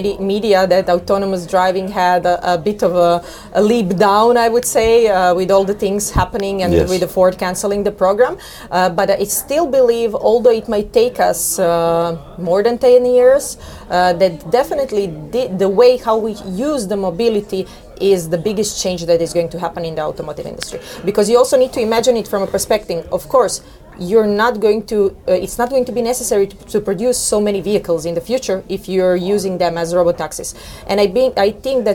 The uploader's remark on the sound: Interview at Web Summit 2022